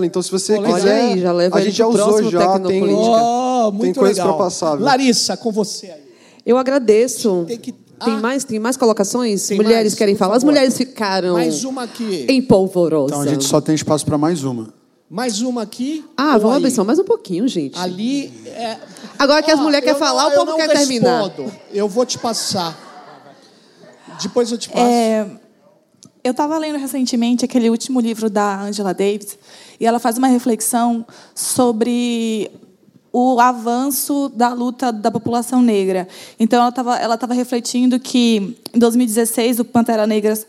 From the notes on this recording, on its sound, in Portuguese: Esse foi o primeiro Tecnopolítica gravado fora de São Paulo, no Rio de Janeiro, durante o evento ColaborAmerica 2019, e com plateia.